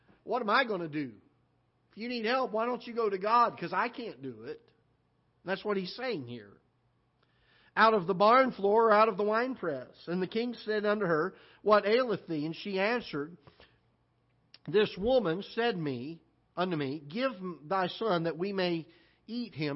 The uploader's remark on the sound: live broadcast from the auditorium of Ketha Heights Baptist Church in Festus, Missouri